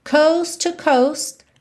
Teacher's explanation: coast termina em T, to, começa em T, coast to. Você tem um T só, ok? Coast to coast.